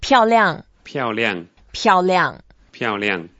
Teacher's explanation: only two words, both are fourth toned.